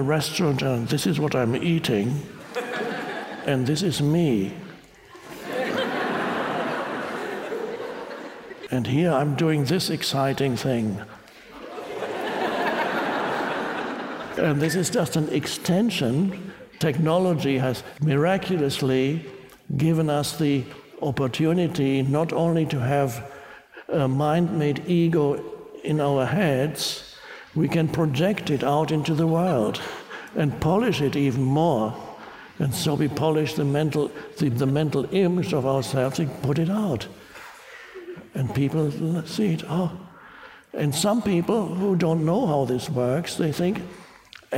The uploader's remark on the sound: talk with an audience in Budapest